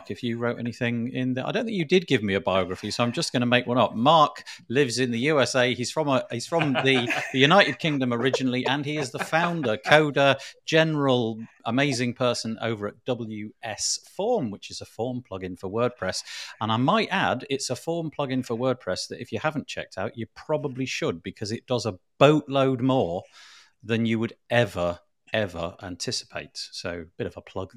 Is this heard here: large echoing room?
no